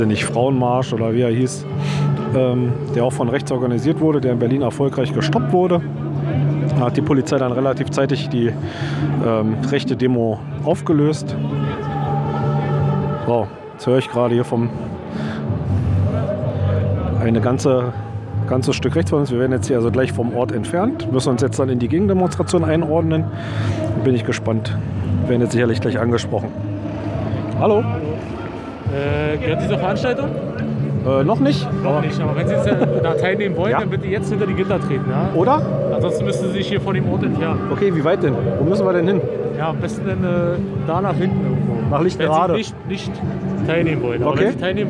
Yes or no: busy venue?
yes